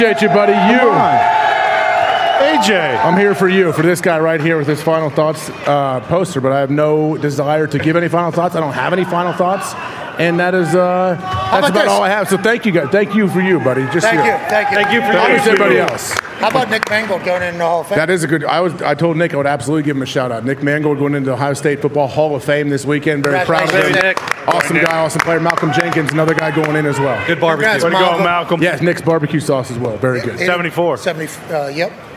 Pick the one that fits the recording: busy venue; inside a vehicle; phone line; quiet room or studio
busy venue